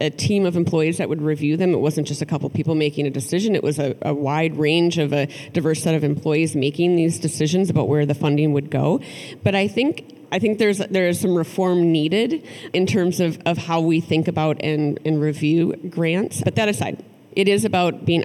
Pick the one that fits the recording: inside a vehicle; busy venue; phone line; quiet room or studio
busy venue